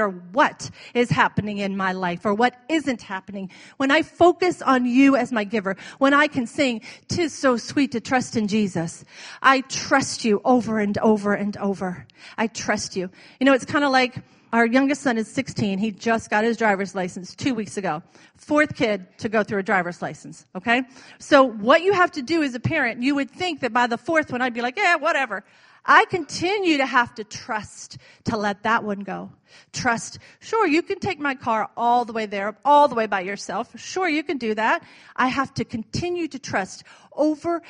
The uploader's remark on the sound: was recorded on Sunday, May 14, 2017 during Sunday morning service at Celebration Life Family Church